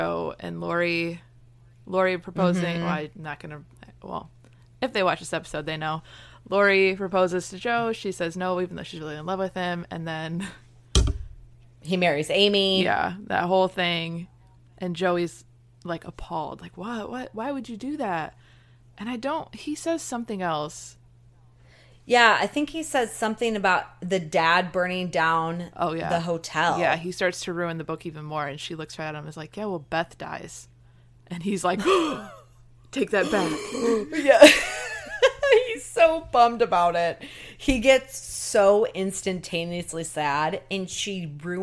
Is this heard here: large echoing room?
no